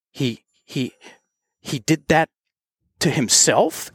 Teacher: he did that to himself, and it went up at the end. It's called uptalk, which means it's a question.